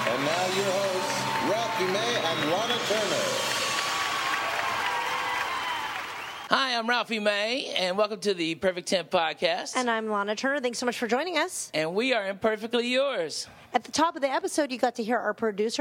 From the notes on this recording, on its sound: live from Mercy Lounge